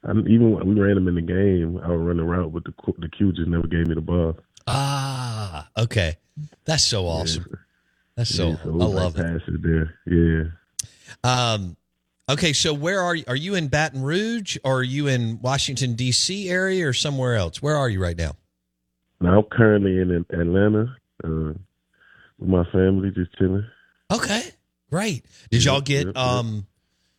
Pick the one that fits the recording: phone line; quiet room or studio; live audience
phone line